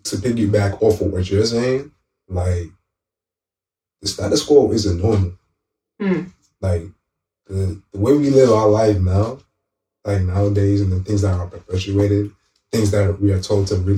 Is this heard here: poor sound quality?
yes